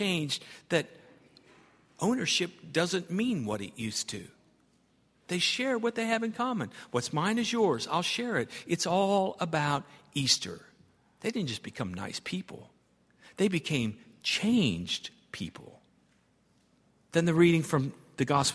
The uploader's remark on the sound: at Highland Baptist Church